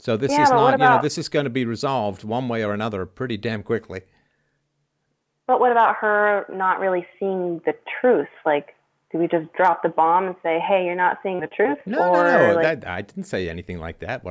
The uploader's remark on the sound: Freedomain Call.